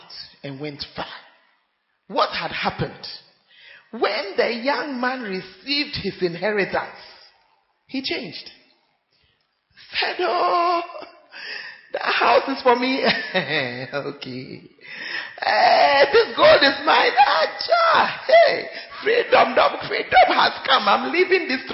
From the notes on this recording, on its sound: Preached At Central Assemblies Of God, Ho.